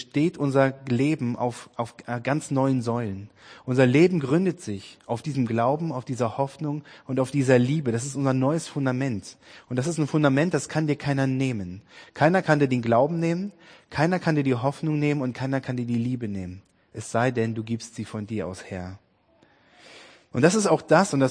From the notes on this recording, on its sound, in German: Predigt-Podcast aus dem FORUM HOFFNUNG in Dresden